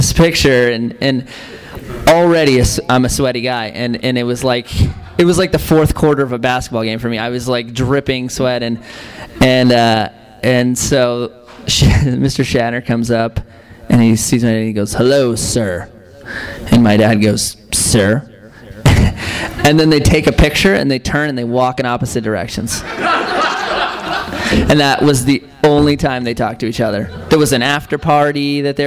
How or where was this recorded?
live audience